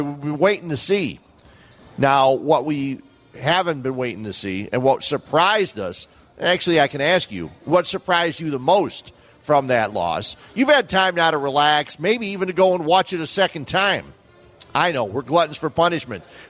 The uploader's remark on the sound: LIVE from Bannerman's Sports Grill